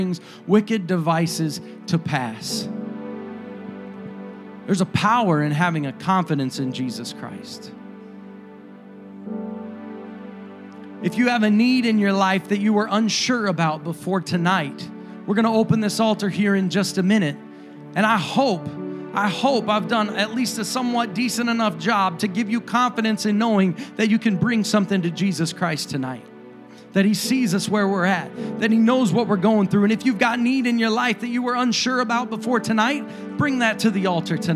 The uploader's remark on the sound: a service recording from Connect Point UPC